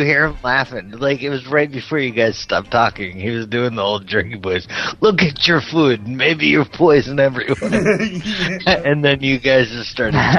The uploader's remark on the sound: Prank Phone Calls